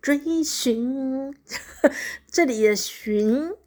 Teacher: “寻”这个字没有那么强的鼻音